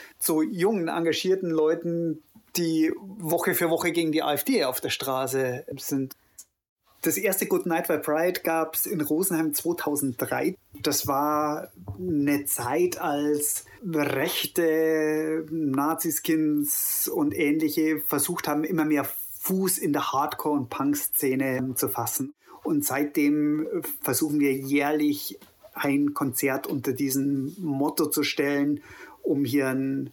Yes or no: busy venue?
no